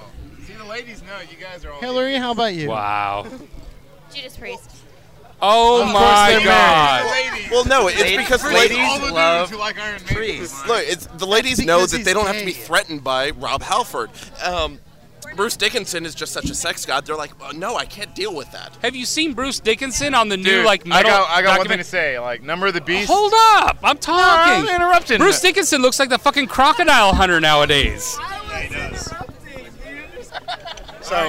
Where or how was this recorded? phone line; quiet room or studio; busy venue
busy venue